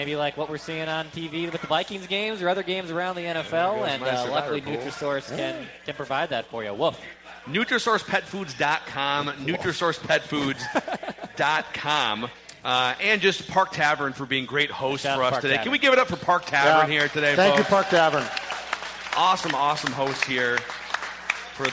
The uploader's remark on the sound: Vikings Vent Line live from Park Tavern in St .Louis Park, MN.